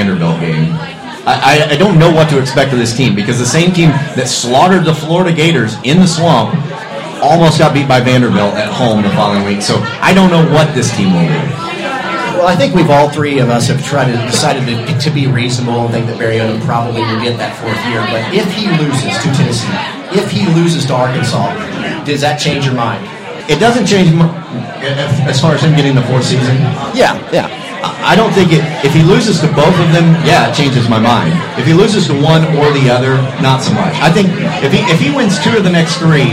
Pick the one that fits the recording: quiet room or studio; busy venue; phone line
busy venue